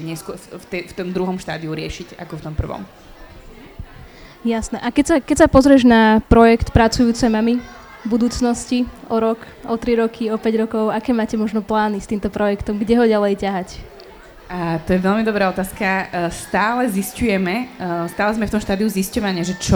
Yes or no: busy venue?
yes